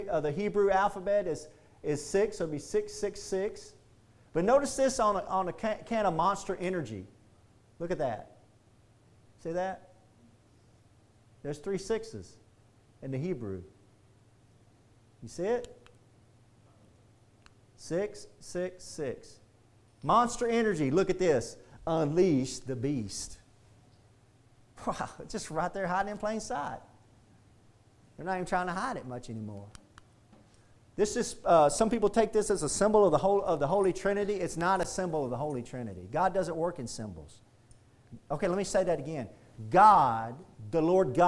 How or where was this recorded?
large echoing room